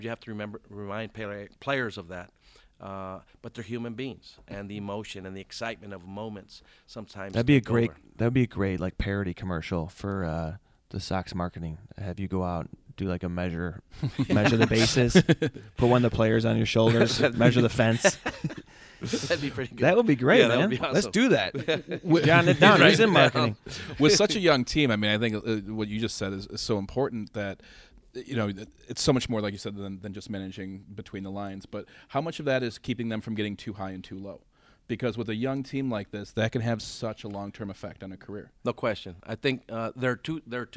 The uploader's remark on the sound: joins us at SoxFest